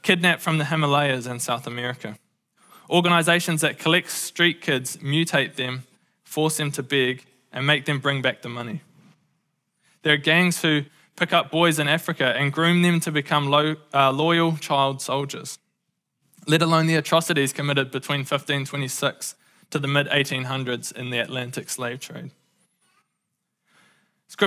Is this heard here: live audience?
yes